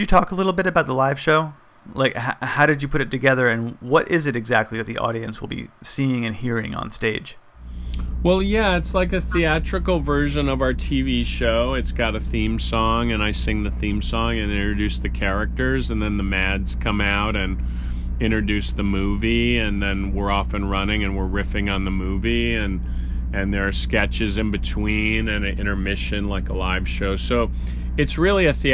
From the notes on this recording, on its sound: He spoke with us earlier this week from the tour bus